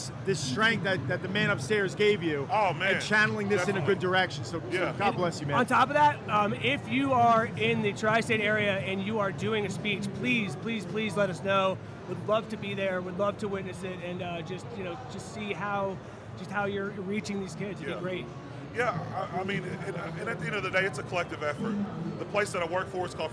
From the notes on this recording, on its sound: Reps Live From Olympia.